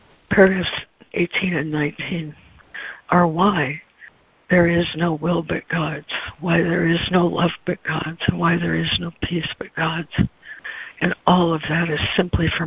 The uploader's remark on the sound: ACIM Daily Conference Call.